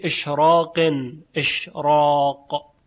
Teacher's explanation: بعد از را قاف اومده که باعث تفخیم میشه